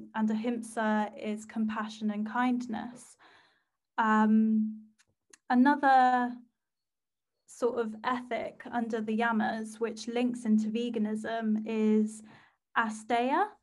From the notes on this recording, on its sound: chilled FaceTime vibes episode